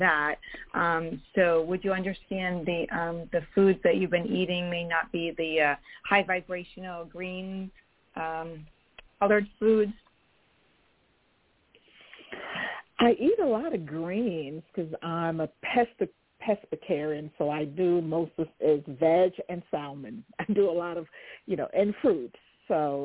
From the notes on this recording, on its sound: THIS SHOW WAS PREVIOUSLY RECORDED. Talk with previously recorded callers.